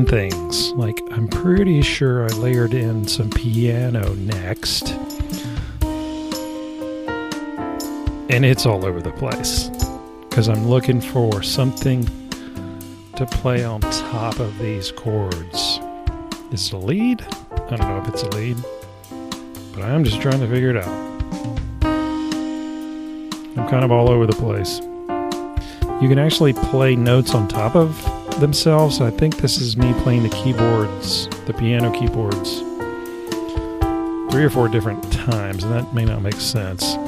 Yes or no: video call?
no